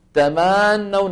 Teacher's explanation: أخذت زمن أكثر من زمنها قد يوصلها إلى أن تكون واوا. تمنون الفتحة تبع تما الميم زادت حتى كادت أن تكون ألفا · Term: التمطيط